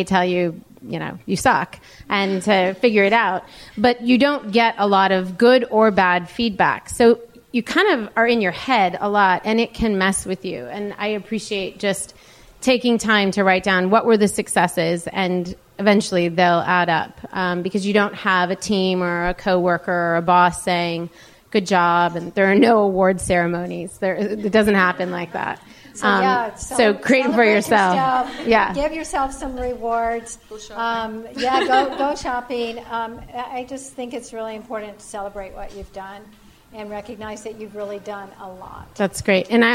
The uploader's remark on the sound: From our first live LIBERTY Sessions in Los Angeles.